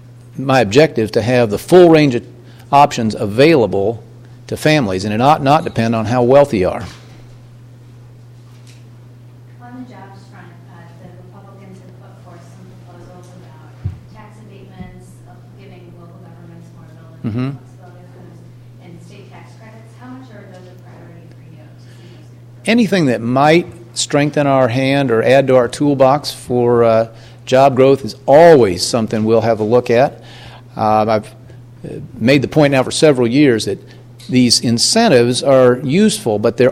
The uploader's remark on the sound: address to more than 150 Chinese business leaders in Shanghai, during the Indiana Business Conference